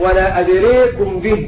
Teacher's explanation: قرأها شعبة بإمالة الألف